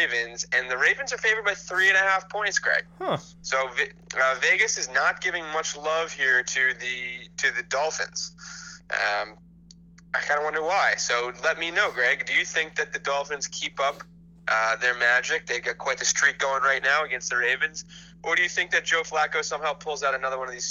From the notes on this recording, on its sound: The technical difficulties hit hard this week and the guys had to resort back to recording over the phone.